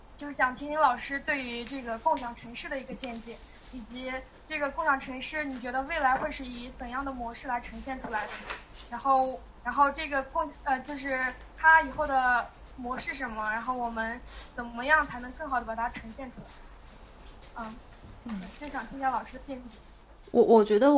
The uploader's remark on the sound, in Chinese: 录音质量不佳，并伴有喝酒做饭吃馄饨的声音。